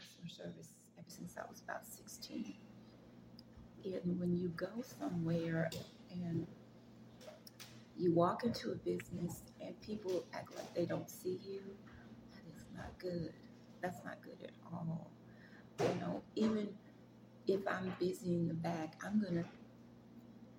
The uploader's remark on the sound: This video has some background noise